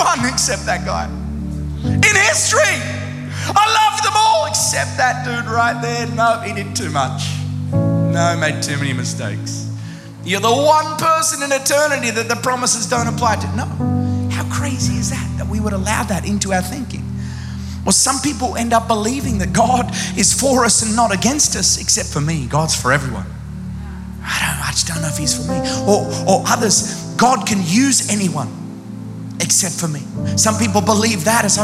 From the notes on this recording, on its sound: Recorded live at Planetshakers Church (Melbourne).